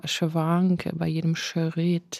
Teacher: bei jedem Schritt verzögert sie die Konsonanten und dadurch ergibt sich dieses Schwanken